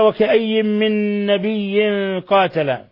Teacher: نون جاء بعدها نون أضغمت النون الأولى في النون الثانية إضغام متماثلين